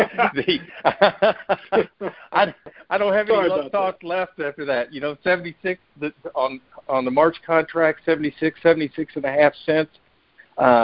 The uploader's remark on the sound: Monthly Conference Call